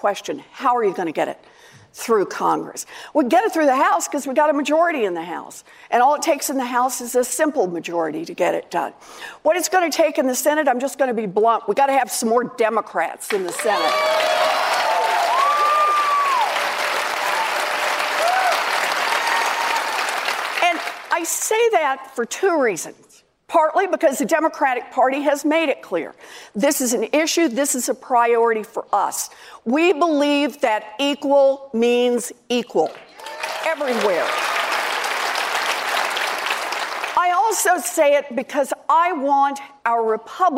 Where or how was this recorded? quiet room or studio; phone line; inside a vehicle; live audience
live audience